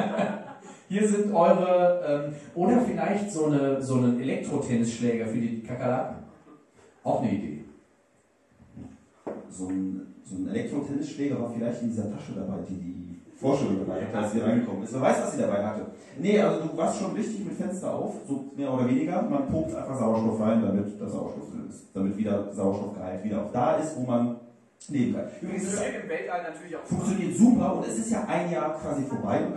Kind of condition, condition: setting, busy venue